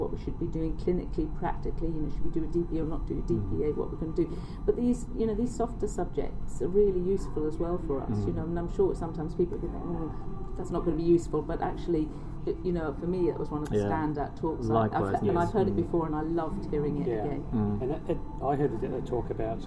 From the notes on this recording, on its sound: Highlights from the OA SIG Meeting Sydney. Apologies for the audio quality – we didn’t have the usual microphones and had to record in a side room at the Sydney Convention centre at were unable to get away from the background elevator music.